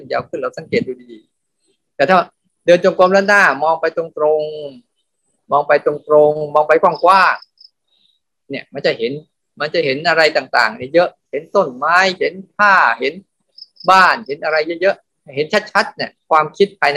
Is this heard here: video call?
yes